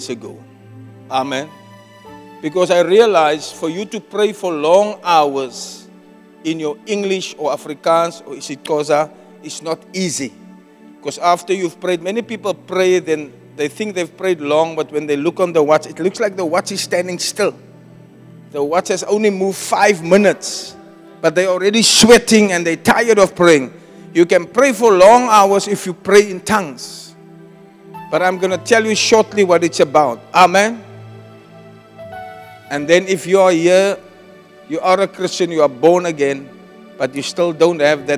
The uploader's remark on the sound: Preached at Zion Sanctuary